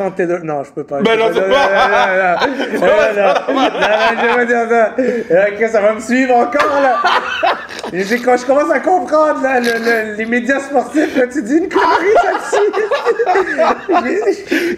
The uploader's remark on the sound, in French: live du Centre Bell